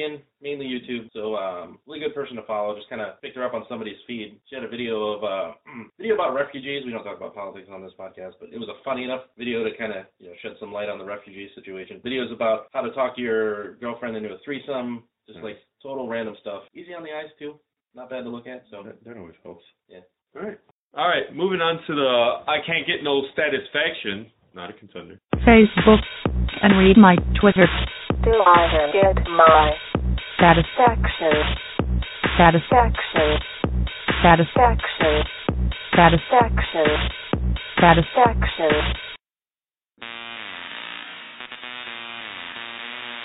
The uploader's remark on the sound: Sorry About The Audio